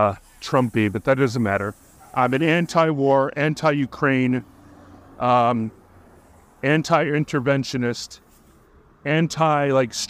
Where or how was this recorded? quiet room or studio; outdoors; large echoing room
outdoors